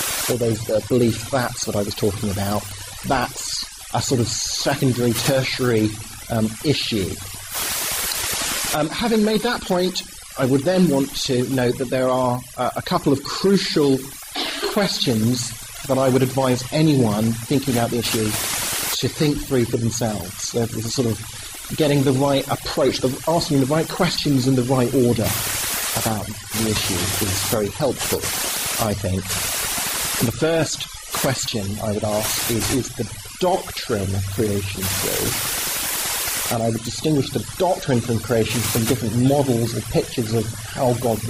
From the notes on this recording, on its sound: Talk and extended Q&A time at Sussex University, February 2010. With apologies for the below par audio quality.